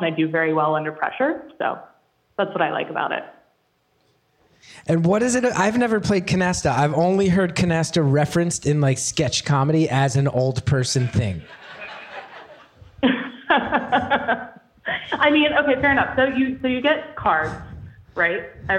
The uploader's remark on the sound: Live from Michigan